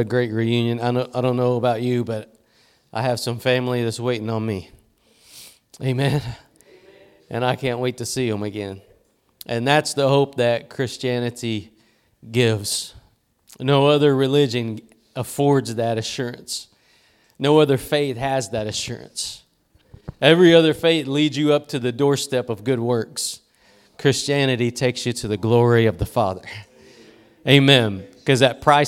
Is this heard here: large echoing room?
yes